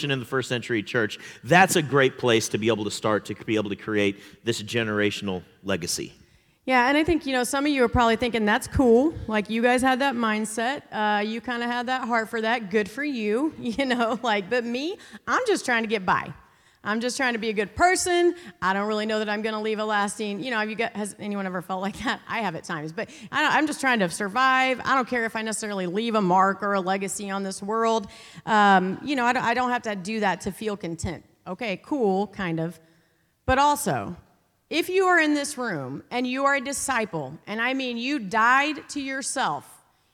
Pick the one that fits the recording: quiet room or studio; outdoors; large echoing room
large echoing room